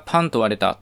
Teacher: 唇を閉じて、で、それを解放させることによって音を出してます · Term: 破裂音